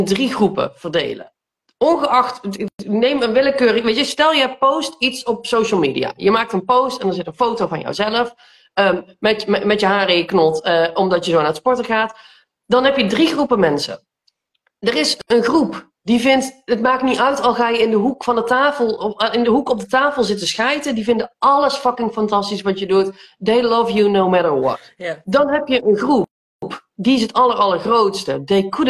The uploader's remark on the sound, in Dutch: Deze aflevering komt uit een Instgram live